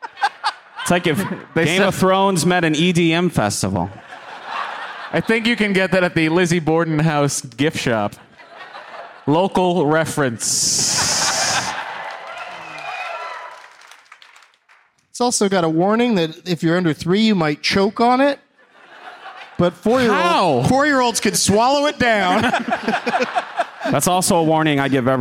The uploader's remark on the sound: Live from the Wilbur Theatre in Boston